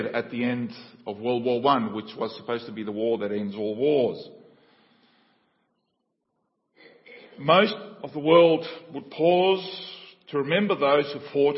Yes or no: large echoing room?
yes